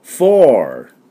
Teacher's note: アメリカ音だと、フォー。で、R が入ります。